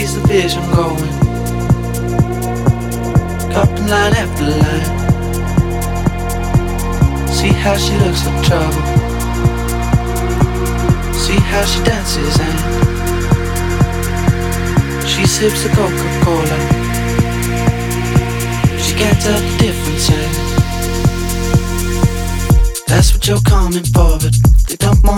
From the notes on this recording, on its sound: This set was recorded live at the best party of the summer, Escape V. Brought a beautiful group of people together to celebrate summer at Park Winters.